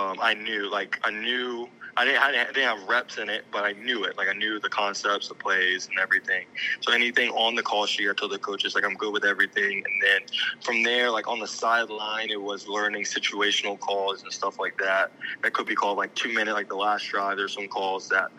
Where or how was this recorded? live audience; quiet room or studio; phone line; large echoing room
phone line